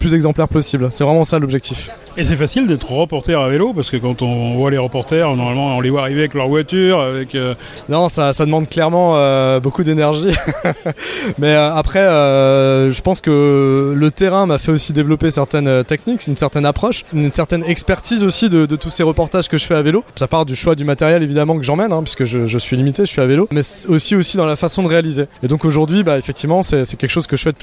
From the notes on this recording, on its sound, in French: A notre micro, lors du Cargo Bike Festival de Lyon